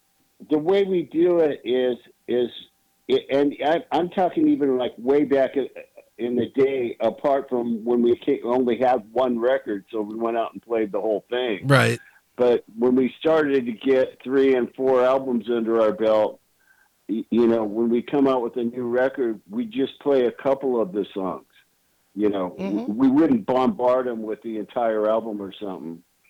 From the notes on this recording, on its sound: called